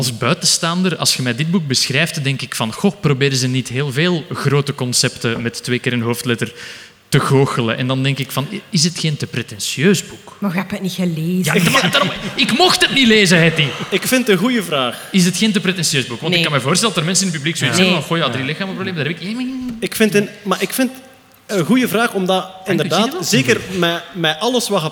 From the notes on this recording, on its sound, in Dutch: Live op Sound of Science Nights. Een special die werd opgenomen op 8/09 op de Sound of Science Nights in Antwerpen.